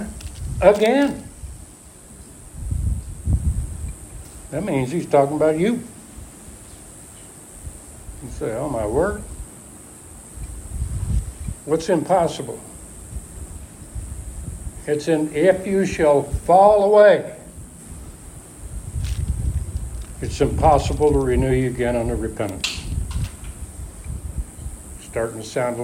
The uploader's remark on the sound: Alpha Ministries is a Recovery church. Preached at Church in the Woods.